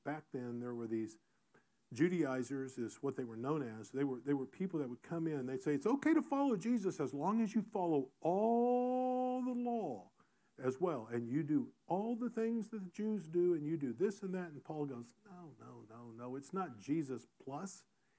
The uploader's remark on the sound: Recorded in SGM 101.